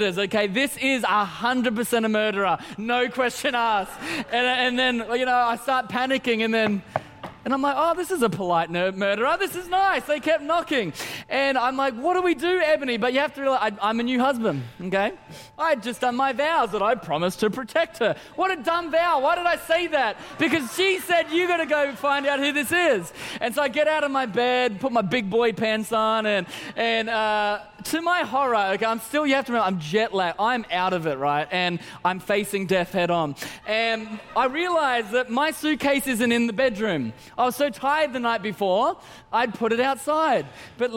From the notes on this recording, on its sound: Christmas At C3 Powerhouse. Recorded during our 5pm service on Sunday, the 17th of December 2023.